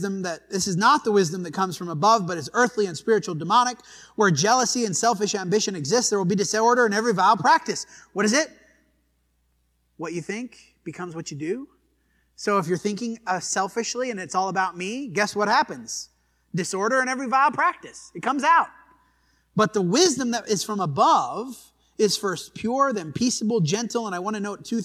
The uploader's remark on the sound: This sermon was preached at the Dewey Church of Christ on June 11, 2023.